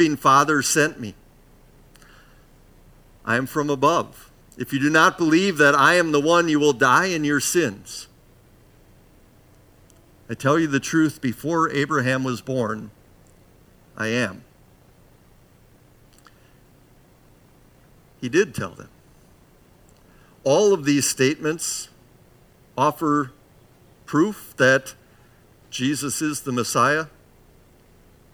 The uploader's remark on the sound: Bethany, Appleton, WI. Preached this sermon at Bethany's Saturday worship on May 7, 2022.